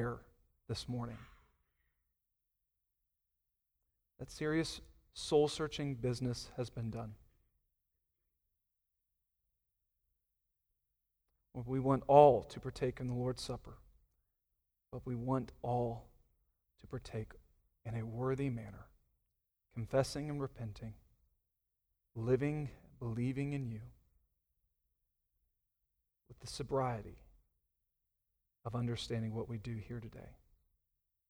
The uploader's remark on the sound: Sunday Morning Sermon Audio